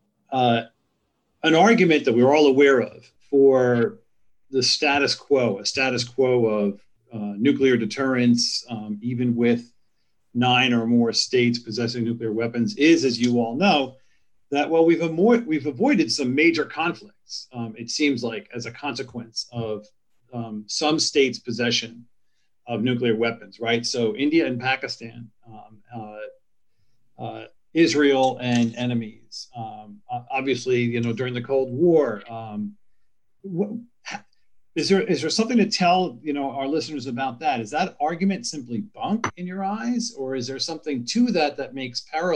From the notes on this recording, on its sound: A webinar panel.